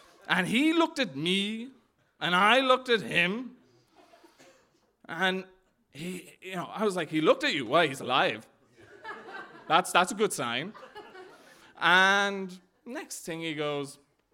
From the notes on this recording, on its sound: stories from our monthly open mic storytelling night